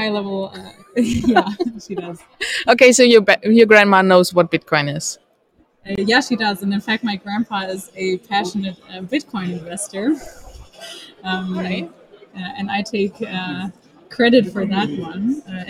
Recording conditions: busy venue